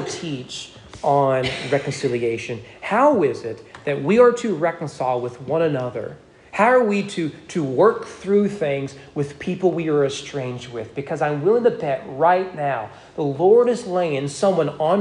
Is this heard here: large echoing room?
yes